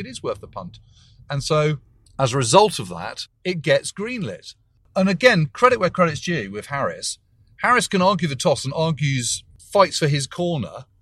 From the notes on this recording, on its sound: we join the lads on the road, driving to the Möhne Dam in Germany